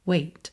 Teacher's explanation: Consoantes oclusivas pintadinhas de vermelho aqui, você já sabe que você tanto pode ouvir essa percussãozinha wait, wait, ou ela pode ir ficando cada vez mais suave, wait, wait, ou wait. Você pode usar o T só para fechar esse som wait e não ter o t, t, a percussão